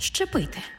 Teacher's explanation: У слові «зчепити» зверніть увагу, на його початку є «з» – це свистячий, і поряд стоїть «чи» – це шиплячий. А разом «з» і «чи» на початку слова читаємо як «ши-чи» · Term: уподібнення